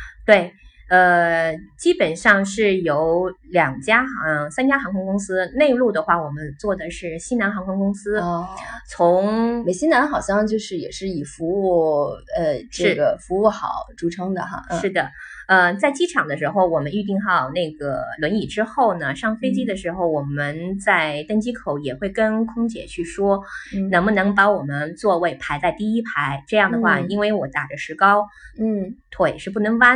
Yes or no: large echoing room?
no